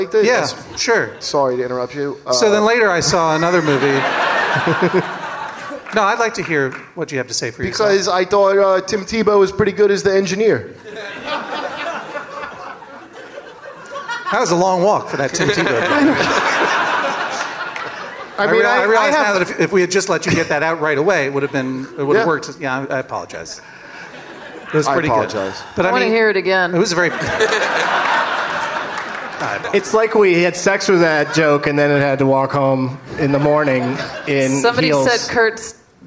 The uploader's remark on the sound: Live from the Gramercy Theatre in NYC